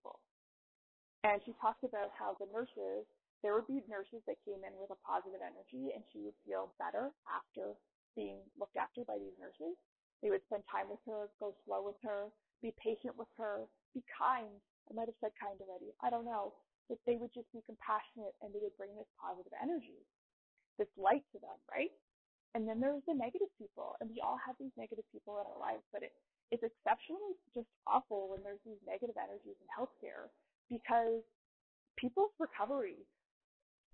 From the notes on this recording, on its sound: I am sorry in advance about the sound quality.